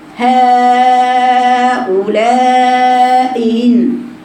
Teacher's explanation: عند بعض القراء بيقرأها بحيث الهمزة الثانية تقرأ مسهلة